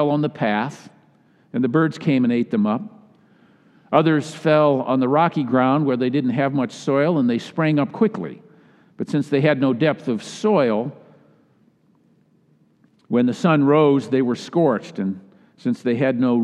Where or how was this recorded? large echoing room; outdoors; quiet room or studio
large echoing room